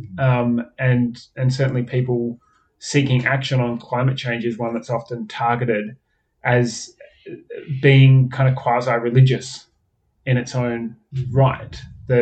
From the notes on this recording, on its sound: This is HOPEFULLY the last episode with bad audio quality